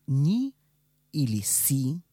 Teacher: В фонетической записи мы пользуемся таким же знаком. «И» в испанском языке не смягчает предшествующую согласную. Например, в слогах «ни» или «си» звуки «эни» и «эси» не смягчаются.